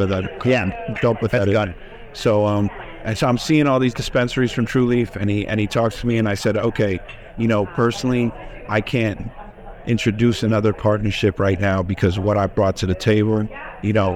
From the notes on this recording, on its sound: recorded on-site at Benzinga Cannabis Conference